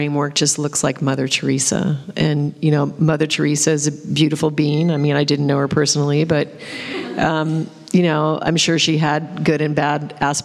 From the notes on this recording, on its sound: Interactive audience Q&A. Excerpted from the first group session conducted during our recent retreat in Italy.